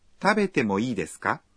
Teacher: Para pedir permiso se agrega ka al final de esta oración y se pronuncia en tono ascendente.